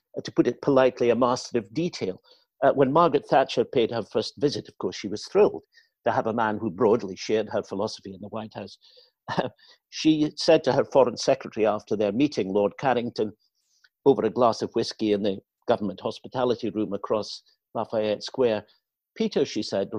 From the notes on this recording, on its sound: Recorded from the first online 5x15 event on April 20th 2020